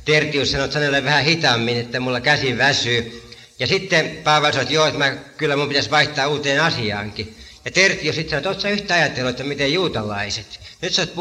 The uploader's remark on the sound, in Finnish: äänitetty Helsingissä Sanan kulmassa 1983